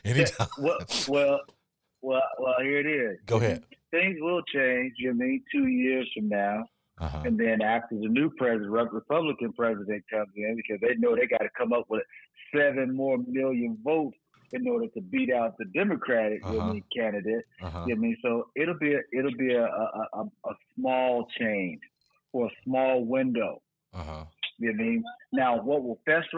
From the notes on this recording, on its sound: Called into the show for this episode.